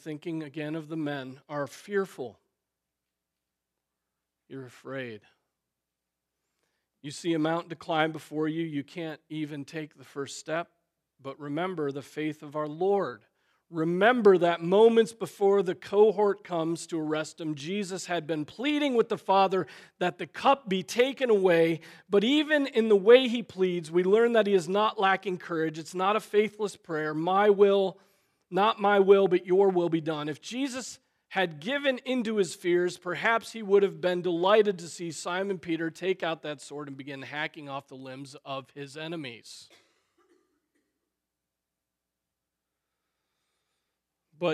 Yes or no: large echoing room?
yes